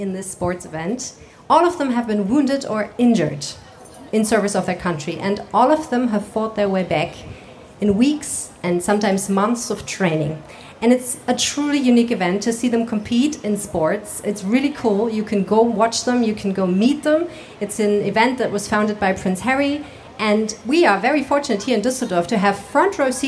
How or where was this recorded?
outdoors